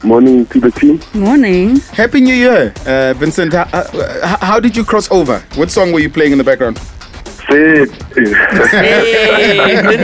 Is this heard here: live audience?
no